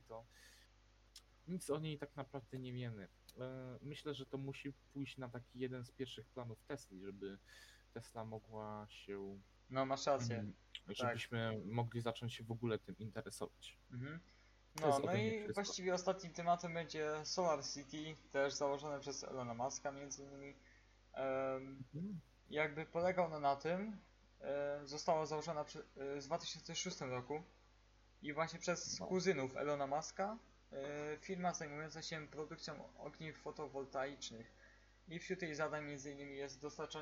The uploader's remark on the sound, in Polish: Ze względu na to, że jest to nasz pierwszy podcast, przepraszamy za różne problemy z dźwiękiem.